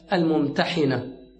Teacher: والمشهور على الألسنة النطق في كلمة الممتحنة بكسر الحاء